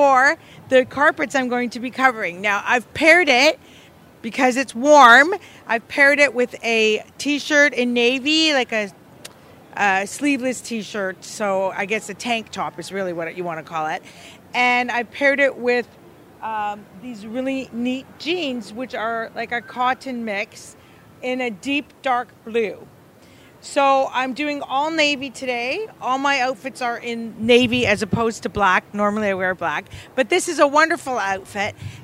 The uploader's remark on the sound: Live from TIFF Red Carpet Premiere.